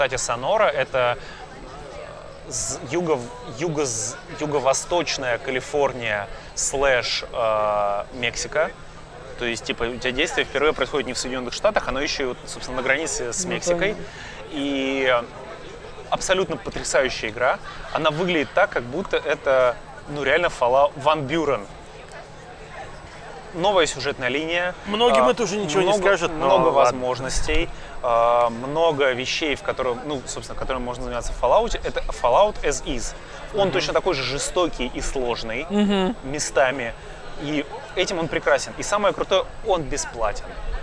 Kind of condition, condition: setting, busy venue